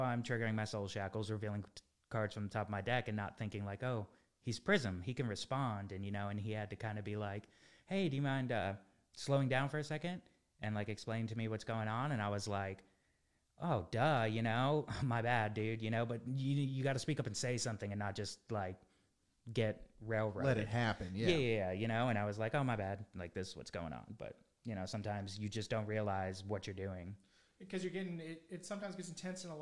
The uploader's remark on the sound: With a little audio issues, its more quite then we normally like!